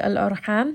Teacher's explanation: And then ham here in the word al-arham, ha is going to be from the middle of the throat, so make sure you do have a little bit of that warm air, and you do want to make sure that you have a little bit of constriction in the middle of the throat.